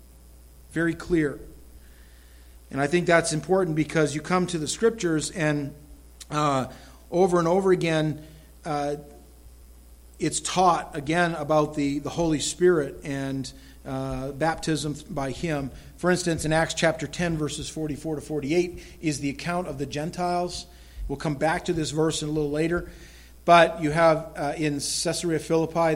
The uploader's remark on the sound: This recorded sermon entitled, Important Final Words, was delivered at the Madawaska Gospel Church on the morning of September 11, 2016.